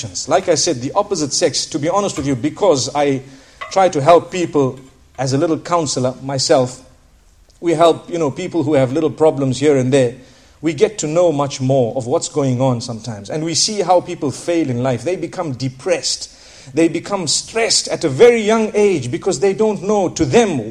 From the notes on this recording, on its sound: School Lecture at Bolton, Lancashire, UK.